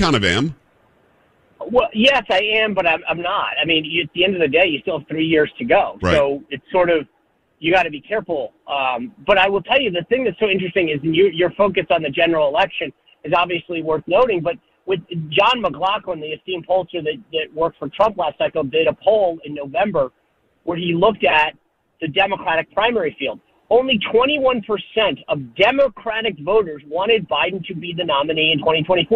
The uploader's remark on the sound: hits the phones